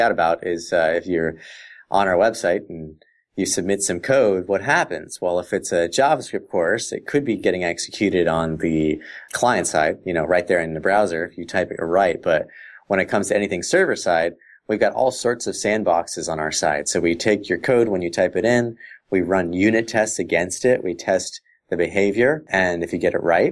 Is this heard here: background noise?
no